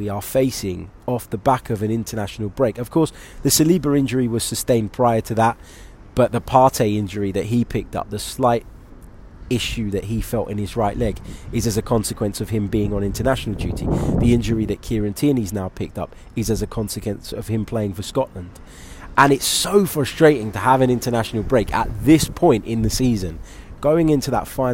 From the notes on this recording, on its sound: Sorry for the wind!